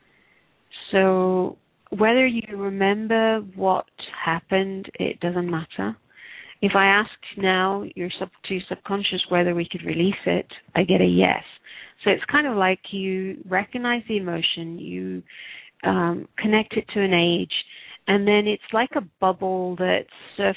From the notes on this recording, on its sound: Takes your calls for healing live today!